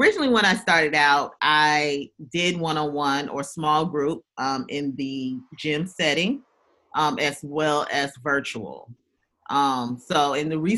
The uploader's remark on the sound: Zoom video interview.